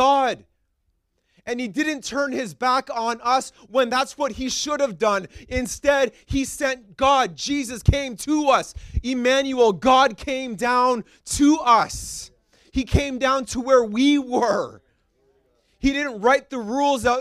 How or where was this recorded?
large echoing room